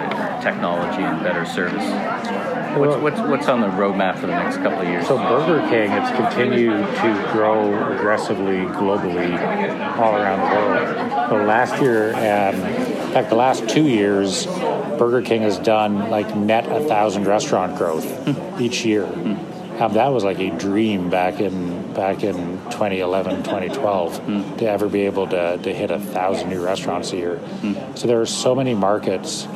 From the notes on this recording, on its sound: Recorded live in a busy media room at the Restaurant Canada trade show in Toronto early March. Recorded from his office in Montreal.